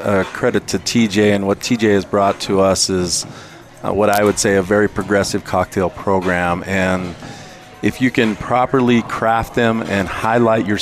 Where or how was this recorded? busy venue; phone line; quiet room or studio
busy venue